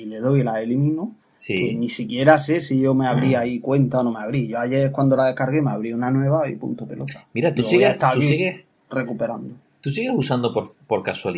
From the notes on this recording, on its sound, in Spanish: Grabando como condenados en cada hueco que nos dejan nuestras apretadas agendas. Grabado desde nuestros respectivos lugares de trabajo y gorroneando la Wifi ajena.